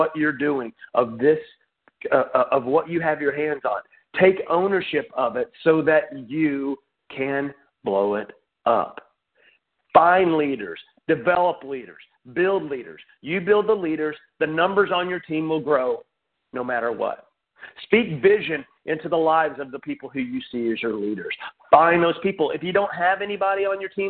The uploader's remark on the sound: Team Elite Conference Call